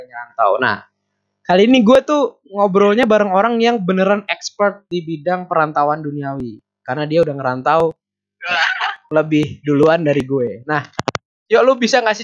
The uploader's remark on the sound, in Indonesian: Ini podcast perdana yang dilakuin tanpa ada orangnya langsung alias lewat call Whatsapp! Udah pake audio seadanya, putus-putus pas di call, ehh banyak gangguannya pula wkwkw.